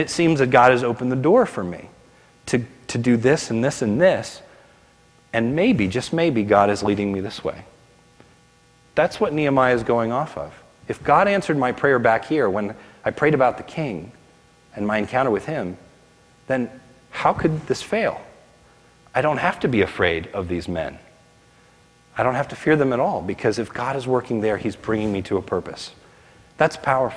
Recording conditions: large echoing room